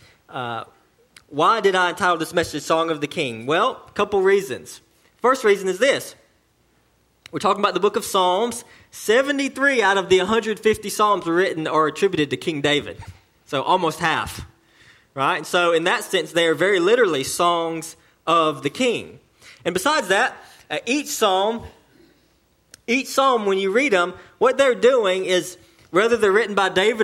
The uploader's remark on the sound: sermon delivered to Cottondale Baptist Church in Eastman, GA on 2/3/19 AM